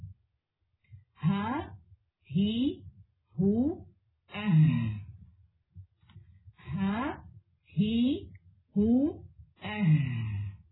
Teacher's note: ہاں کا مخرج حلق کا سب سے نچلا حصہ